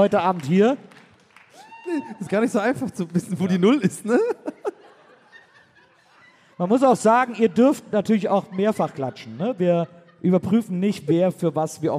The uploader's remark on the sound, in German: Aufgenommen LIVE in Wiesbaden am 25.10.2021